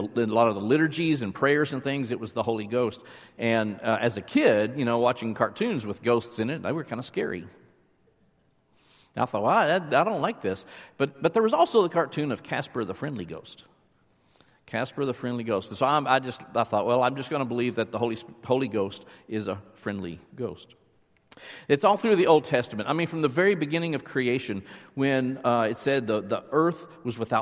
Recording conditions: large echoing room